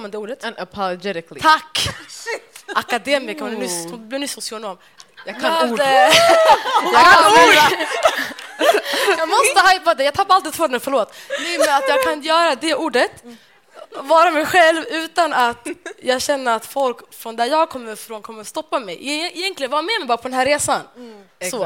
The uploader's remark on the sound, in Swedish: Vi fick äran att livepodda. I detta avsnitt får ni höra vår livepodd.